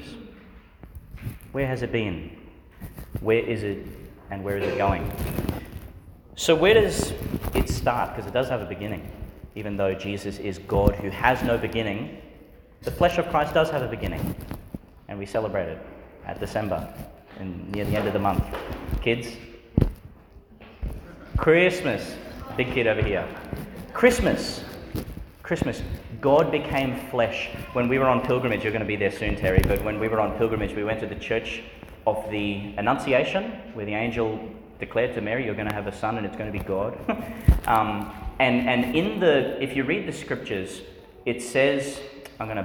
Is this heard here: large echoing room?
yes